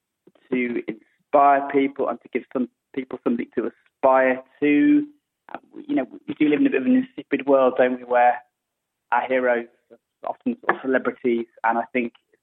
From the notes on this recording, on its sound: The author and mountain runner joined us by phone.